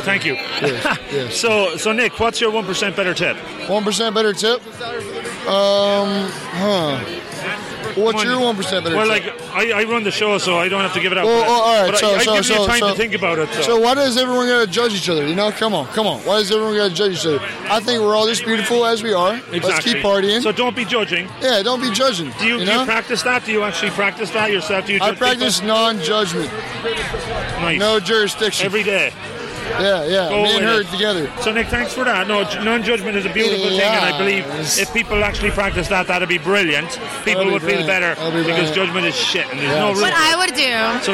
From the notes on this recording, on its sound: I’ve decided to hit the streets of cities I visit and ask the locals. I hit the streets and the bars (mainly bars) of Nashville. Over the couple of days recording, we asked the good folks of Nashville.